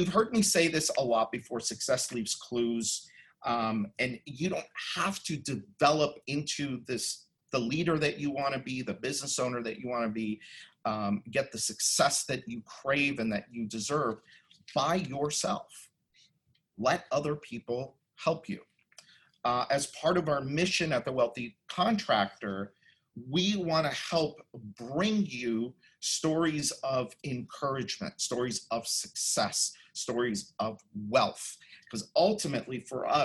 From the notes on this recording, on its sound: you’ll hear the audio from a special online event